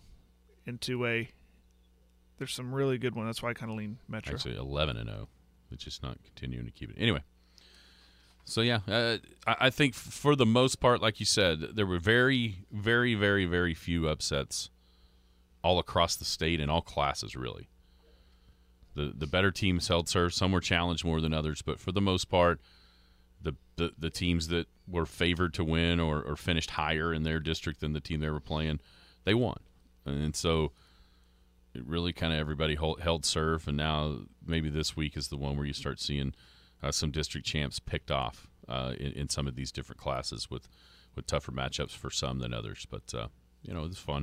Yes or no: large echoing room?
no